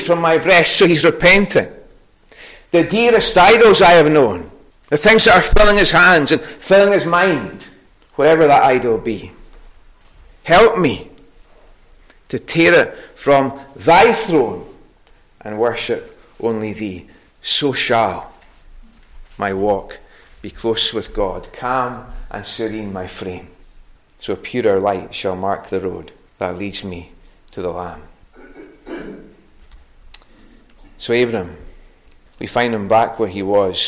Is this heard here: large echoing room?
yes